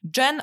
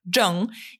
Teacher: one brzmią praktycznie tak samo, ale jedna kończy się na N, a druga na NG, na przykład Zhen oraz Zheng.